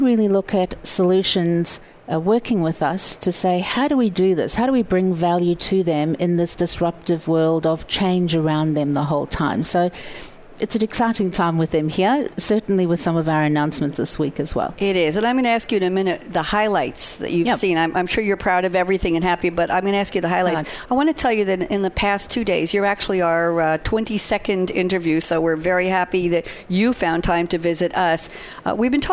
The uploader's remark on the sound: wrapping up the Live event with Thought Leader live at SAPPHIRE NOW 2017!